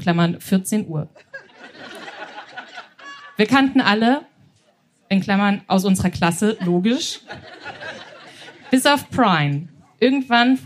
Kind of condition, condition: setting, live audience